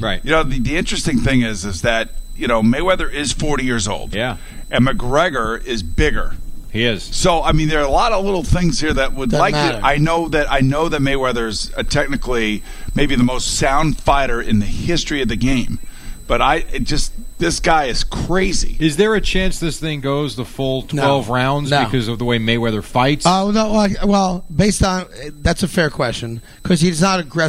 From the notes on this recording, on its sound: live from the Mohegan Sun